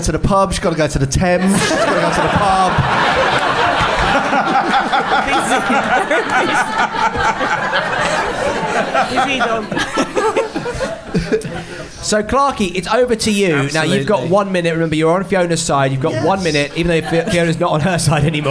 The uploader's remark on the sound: Recorded live at The Phoenix in Cavendish Square.